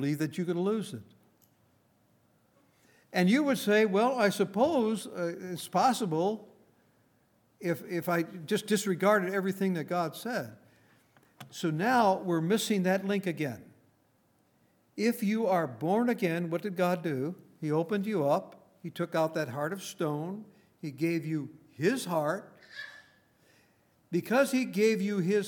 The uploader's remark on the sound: Recorded on January 20, 2019, at Grace Bible Fellowship in Front Royal, VA.